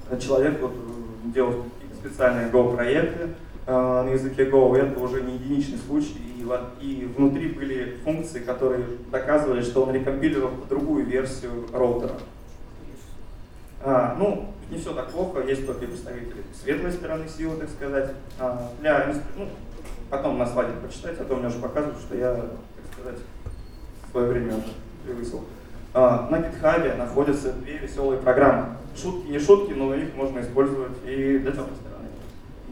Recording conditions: live audience